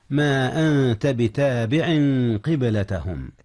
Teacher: أخفي النون قبل التاء، والتاء من حروف الإخفاء.